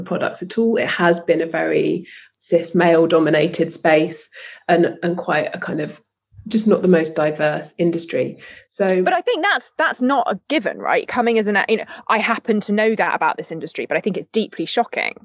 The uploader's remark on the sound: in the luxury of my garden, so excuse the sounds of nature